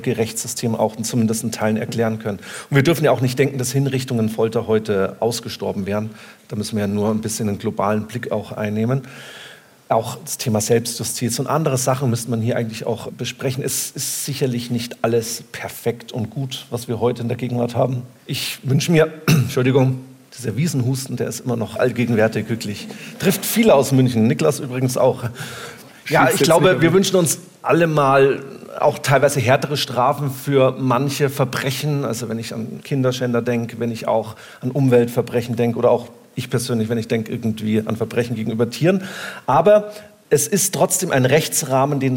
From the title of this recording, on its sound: LIVE